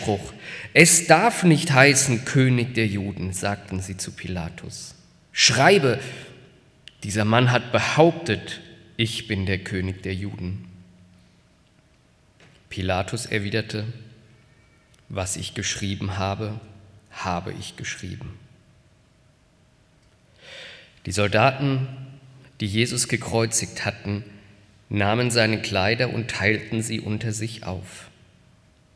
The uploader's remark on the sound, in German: aus dem Karfreitaggottesdienst der Missionsberg-Gemeinde (LM)